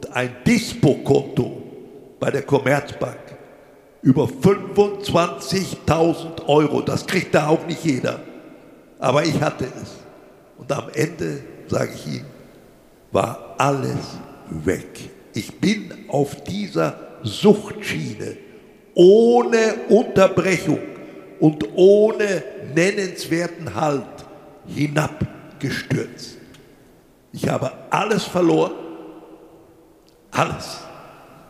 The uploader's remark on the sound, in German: Zum ersten Mal live auf der Bühne. In der Glashalle der Sparkasse Wuppertal vor mehr als 200 Gästen getalkt.